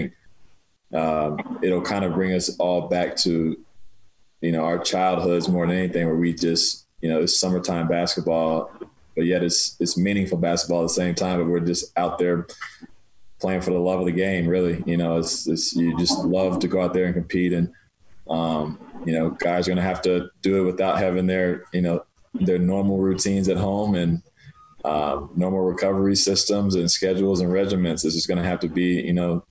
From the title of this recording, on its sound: Zoom Media Teleconference